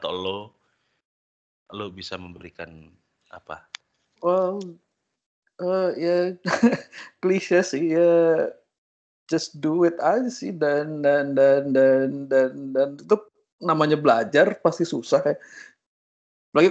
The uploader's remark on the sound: Use earphone for a better listening experience since we have limited resources of recording